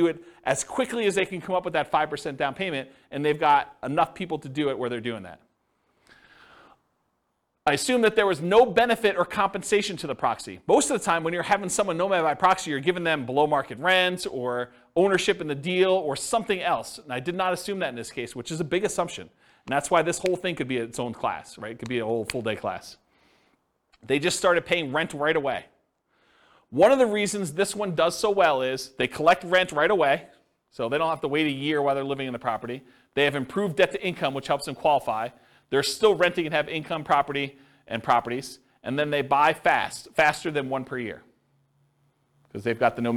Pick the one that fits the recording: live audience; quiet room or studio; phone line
live audience